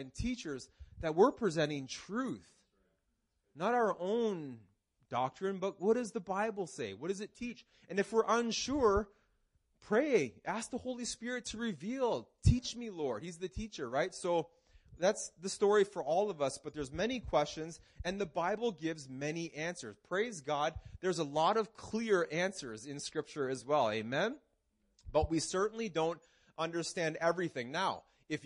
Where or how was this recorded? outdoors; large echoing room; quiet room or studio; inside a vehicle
large echoing room